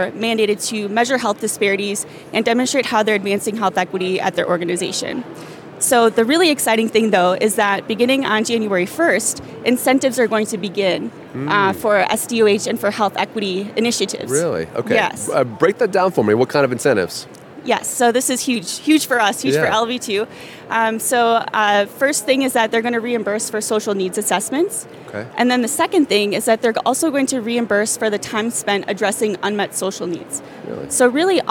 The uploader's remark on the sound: Our episode this week was recorded during our StartUp Health Studio interviews at the recent HLTH conference in Las Vegas.